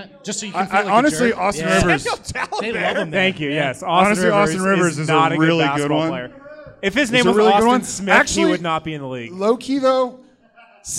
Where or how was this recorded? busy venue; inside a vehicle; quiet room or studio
busy venue